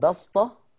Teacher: يبقى كلمة ويبسط بالسين الخالصة من الشاطبية والتجريد. بسطة، كلمة بسطة أيضا بالسين الخالصة من الشاطبية والتجريد.